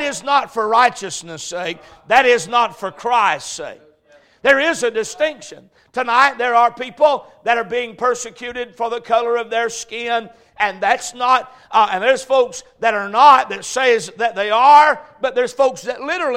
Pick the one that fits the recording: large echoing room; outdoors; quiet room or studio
large echoing room